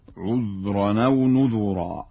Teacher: فإن ورشا يقرأ بضم الذال في لفظ نذرا